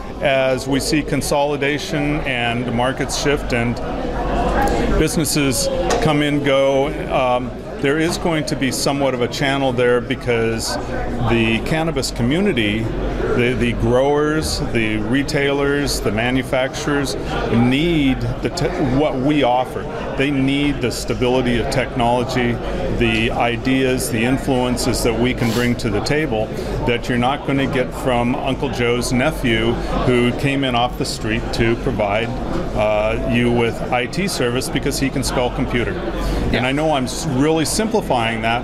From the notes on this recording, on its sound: at the RSPA Conference